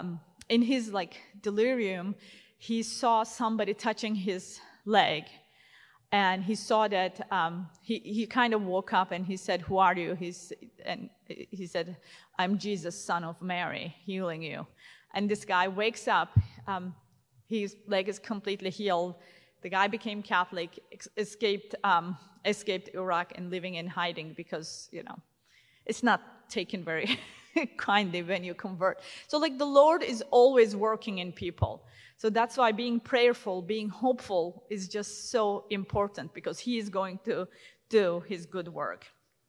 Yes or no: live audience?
yes